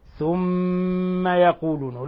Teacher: لاحظوا إخواني إطباق الشفتين، ولاحظوا الغنة من الخشوم